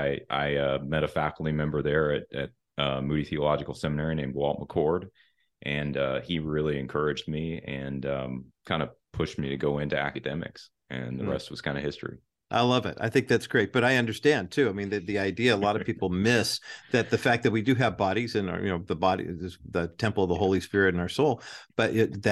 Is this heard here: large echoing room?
no